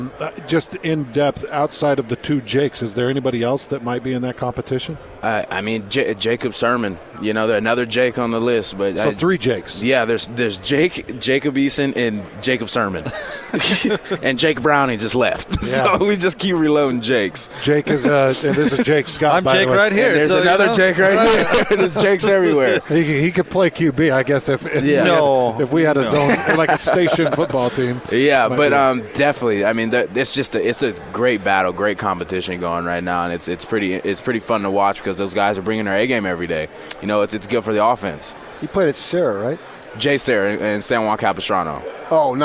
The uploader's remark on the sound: Live from Pac 12 Media Day.